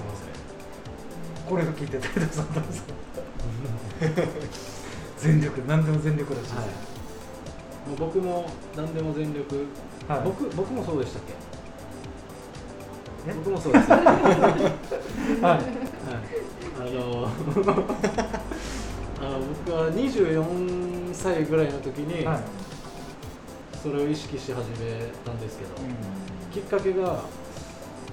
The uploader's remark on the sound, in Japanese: 収録場所 やんばる酒場 MO-RI。収録場所 やんばる酒場 MO-RI。